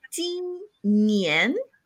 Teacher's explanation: Es un poquito más una ñ que una N, sobre todo cuando hay una I en medio